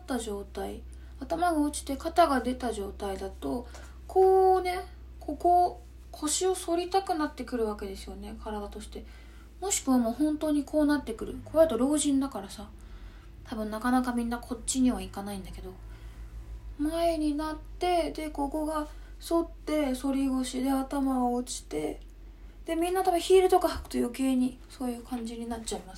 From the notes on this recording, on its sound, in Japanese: インスタライブの録音をそのままポッドキャストにしています